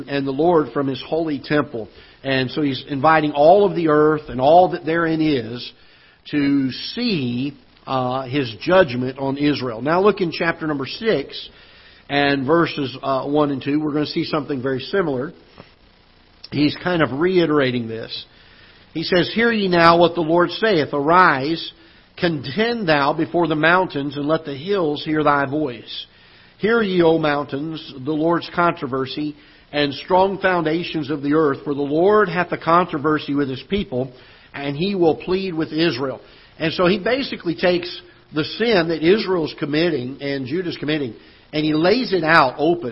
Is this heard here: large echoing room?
yes